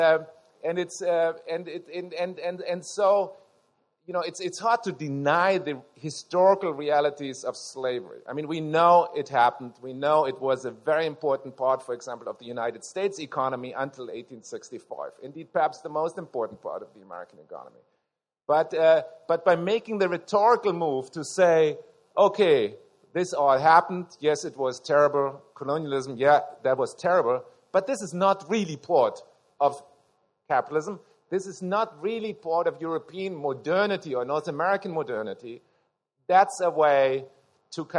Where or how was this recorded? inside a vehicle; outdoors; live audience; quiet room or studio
live audience